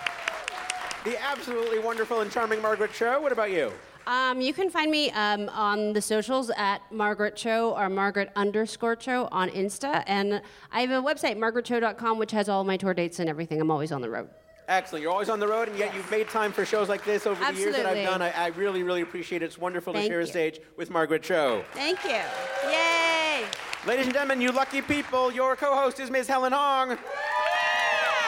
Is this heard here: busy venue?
yes